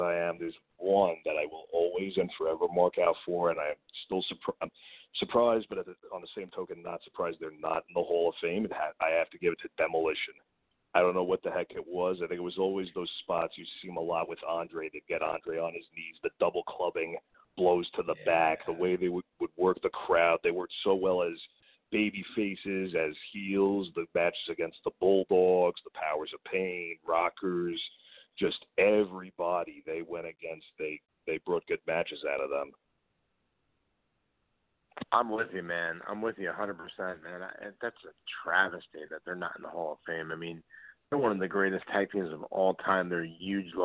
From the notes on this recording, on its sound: we take your calls LIVE on the air!